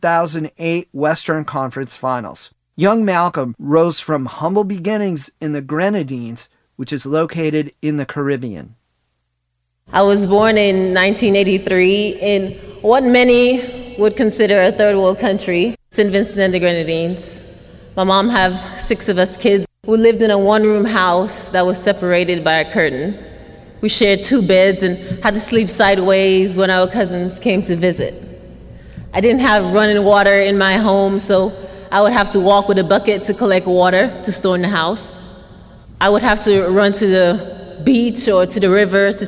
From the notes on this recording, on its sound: 2020-2021 Texas Sports Hall of Fame Induction. Stories were taken from the press conference and induction ceremony.